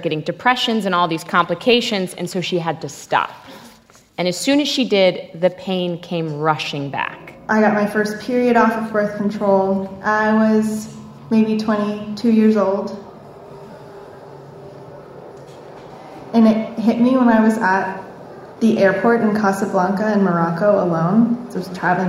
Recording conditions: live audience